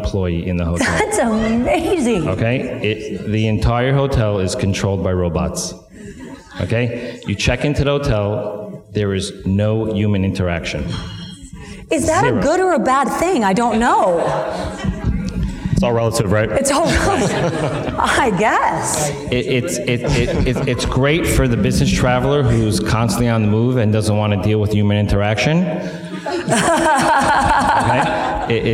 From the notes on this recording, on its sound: Please enjoy our live conversation